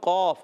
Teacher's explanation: قاف موٹے حروف میں سے اور قاف باریک حروف میں سے، تو قاف زبان کی جڑ اور تعلقہ نرم حصہ